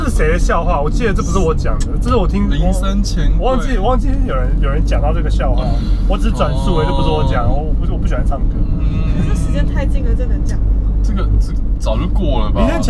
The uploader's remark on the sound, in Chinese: 開車、講幹話、去宜蘭。GoPro錄音，聲音頗爛，盡請見諒。